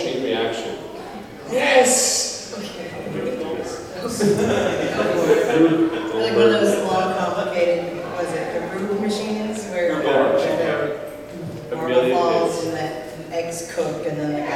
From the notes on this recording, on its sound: Live at BAMCon 2012